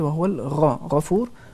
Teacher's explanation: اس میں بھی ہم غین کو پر پڑھیں گے تفخیم کے ساتھ